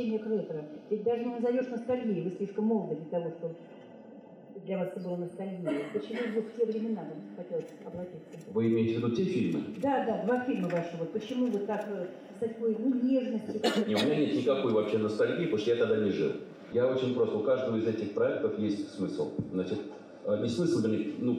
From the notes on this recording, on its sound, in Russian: Беседа со зрителями после показа фильма "Большой" в Доме культуры "Ясная Поляна".